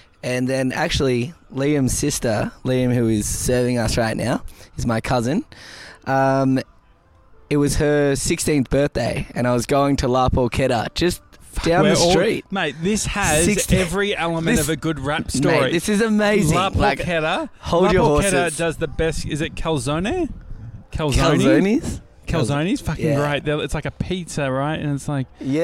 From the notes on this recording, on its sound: We drive 2 hours to Shepparton. LIVE from a bar in Shepparton.